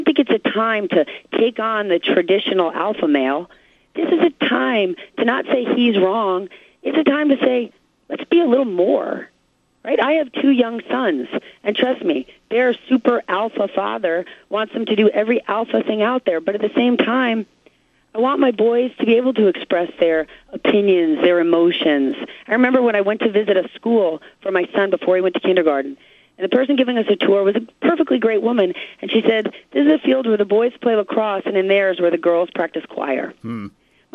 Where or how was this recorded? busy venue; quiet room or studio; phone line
phone line